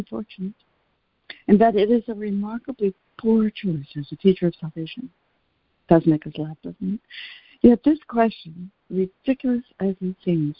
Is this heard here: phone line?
yes